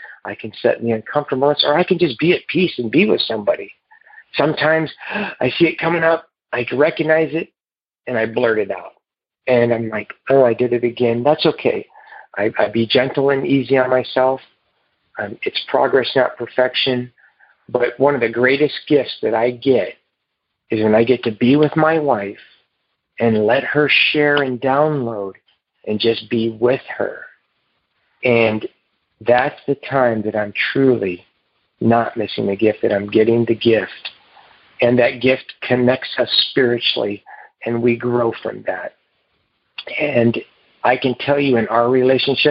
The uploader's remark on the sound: Noon Phone Speaker Meeting